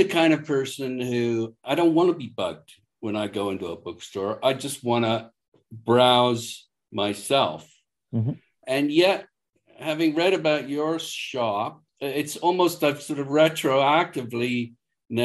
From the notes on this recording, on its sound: We spoke via Zoom